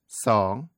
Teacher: It sounds a little like song, but with a longer voice and a rising tone.